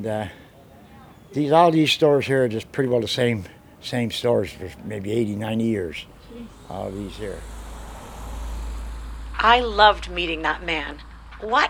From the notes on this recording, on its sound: Sydney, Cape Breton. Takes us for a stroll down Charlotte Street.